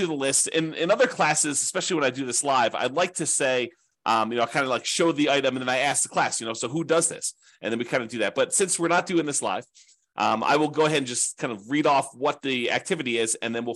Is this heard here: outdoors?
no